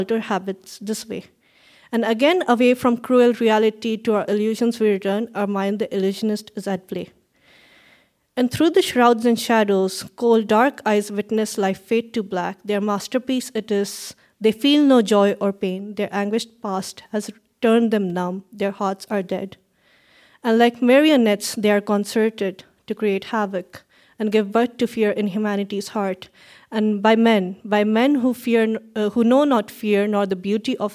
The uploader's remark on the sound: Recorded live at the Registry Theatre in Kitchener, ON.